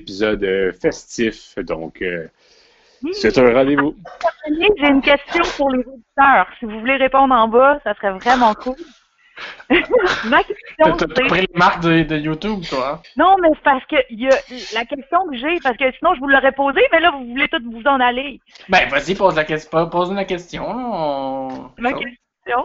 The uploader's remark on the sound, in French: Enregistré sur appel vocal Facebook